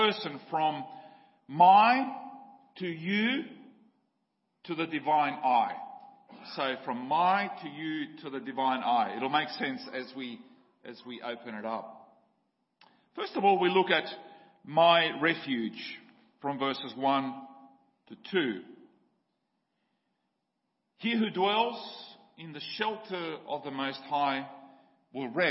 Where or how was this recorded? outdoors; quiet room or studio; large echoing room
large echoing room